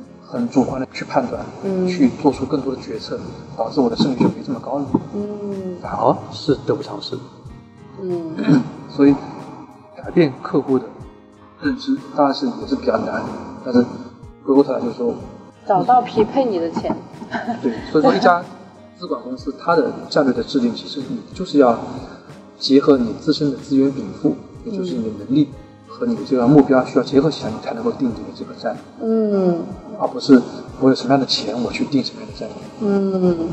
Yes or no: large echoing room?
yes